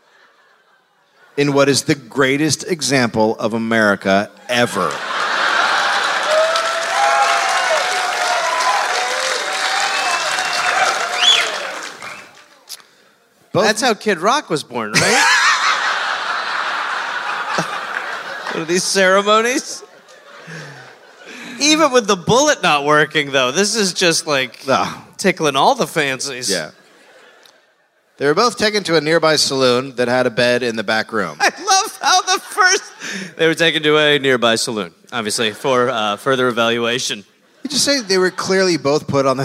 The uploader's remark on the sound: Live in Portland